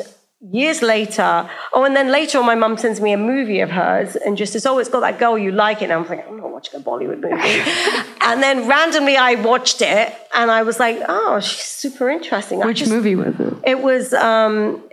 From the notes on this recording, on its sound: In front of a LIVE audience in New York City. In front of a LIVE audience in New York City.